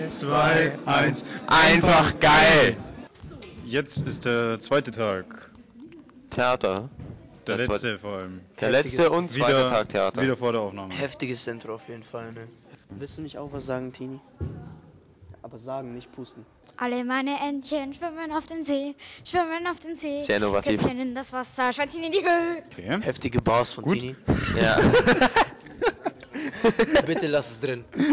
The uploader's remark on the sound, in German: Live vor Ort von den Theateraufführungen im Langhaussaal berichtet. Vorwarnung: Übersteuerung, lieber nicht mit Kopfhörern anhören.